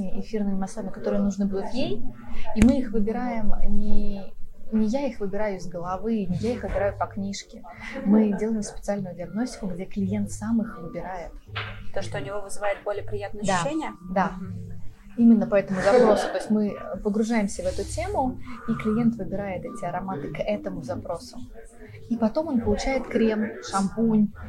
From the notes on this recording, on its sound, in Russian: Мы записывали подкаст в кафе и на фоне могут быть слышны музыка и разговоры.